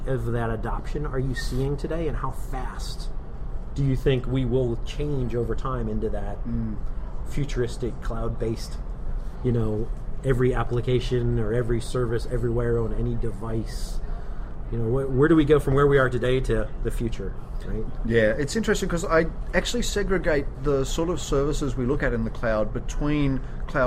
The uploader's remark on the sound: Live from CA World